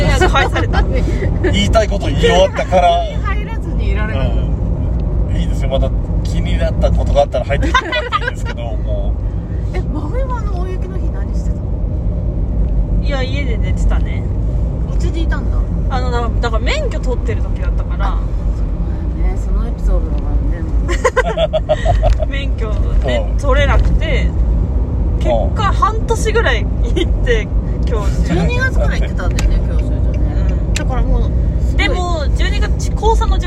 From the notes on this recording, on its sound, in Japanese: 尚、ドライブ収録ですので、音質につきましてはご容赦ください。